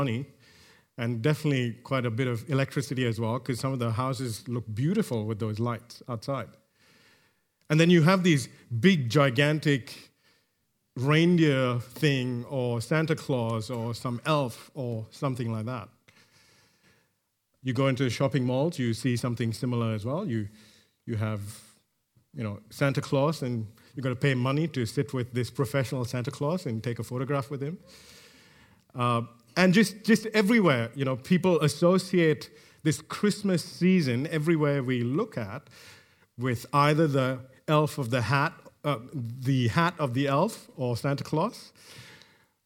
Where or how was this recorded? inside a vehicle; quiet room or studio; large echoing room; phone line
large echoing room